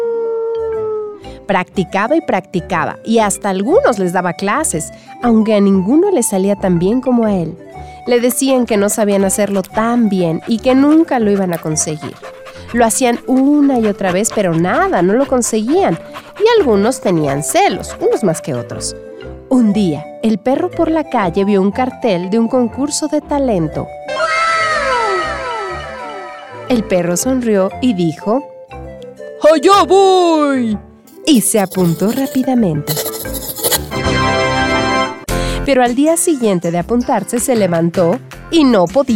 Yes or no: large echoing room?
no